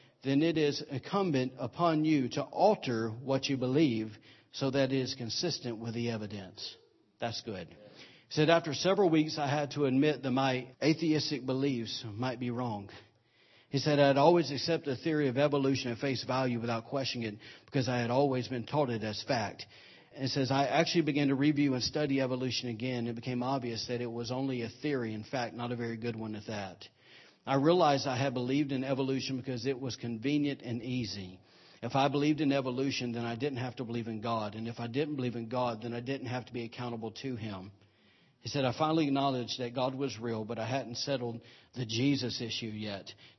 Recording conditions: large echoing room